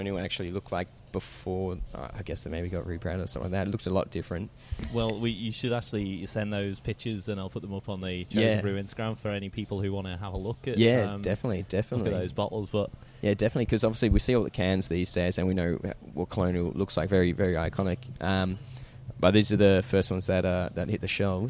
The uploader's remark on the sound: Burnley Brewing based in Bridge Road, Richmond. The episode was recorded at the brewpub.